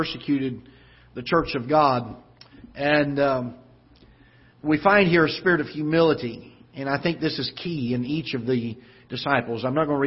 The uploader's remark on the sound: Ketha Heights Baptist Church ~ Live Broadcast